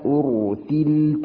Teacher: انتبه إلى الراء، أنت يعني فخمتها بمبالغة شديدة، أرسلت يعني هناك خطأ غير مقبول.